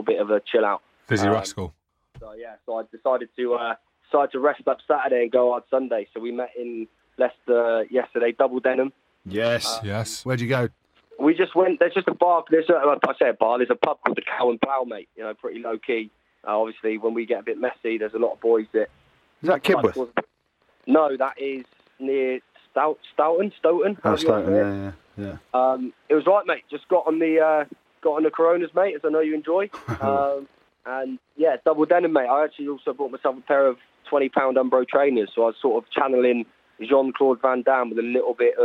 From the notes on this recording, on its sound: on the phone